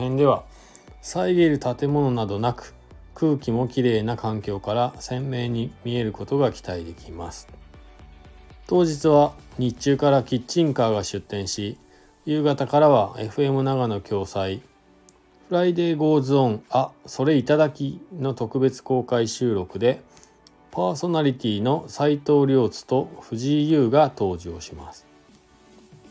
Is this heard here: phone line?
no